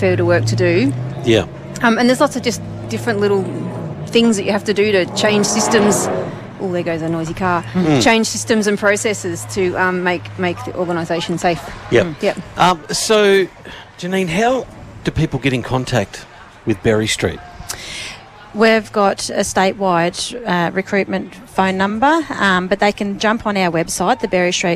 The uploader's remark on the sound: One FM at Out in the Open 2023. At a special outside broadcast at the Out in the Open Festival Day 2023 at the Queen's Gardens, Shepparton.